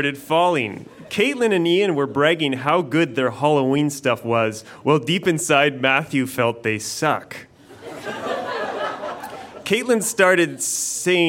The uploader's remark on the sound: Recorded live at Fromagerie Elgin in Sudbury.